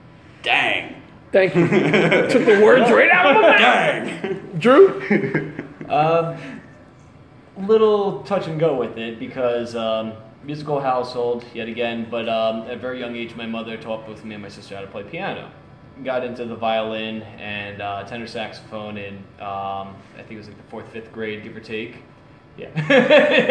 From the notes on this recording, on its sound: during a rehearsal session at Champs in Trenton NJ